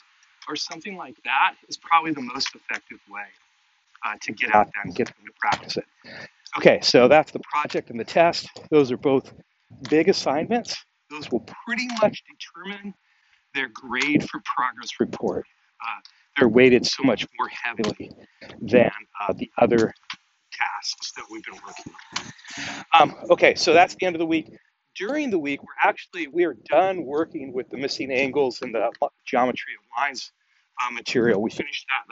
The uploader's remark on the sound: It was recorded while I was walking. Apologies for sound quality.